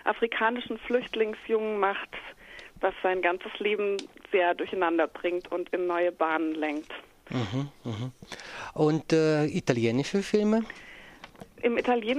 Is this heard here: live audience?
no